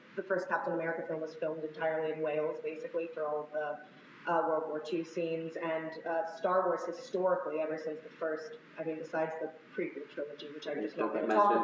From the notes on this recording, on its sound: Another adventure in terrible audio